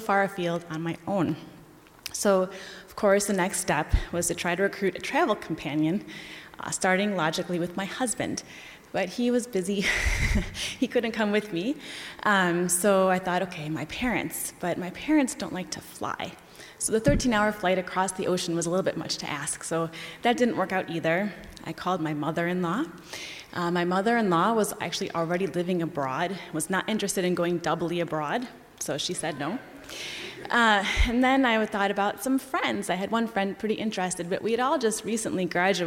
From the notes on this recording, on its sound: This live storytelling at First Pres, featuring real stories shared, in person, by fellow church members.